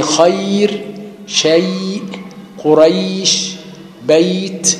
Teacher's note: الياء تطلع من وسط اللسان والواو تطلع من الشفتين، وينتج عن هذا اختلاف مخارجها · Term: حروف لين